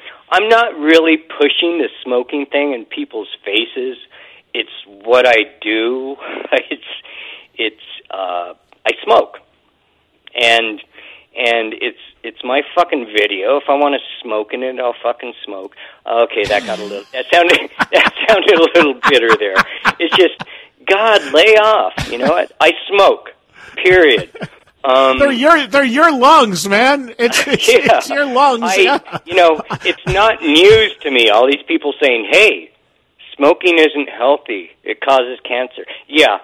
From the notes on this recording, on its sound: phones in on this episode